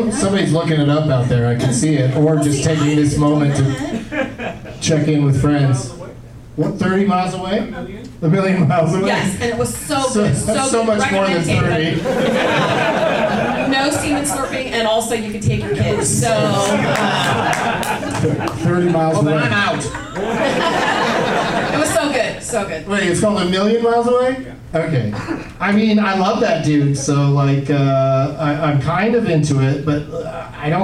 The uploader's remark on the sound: Live from the Punchline in Sacramento